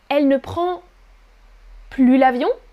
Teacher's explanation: Et l'avion, c'est un L apostrophe, pas une voyelle. Je ne prononce pas le S.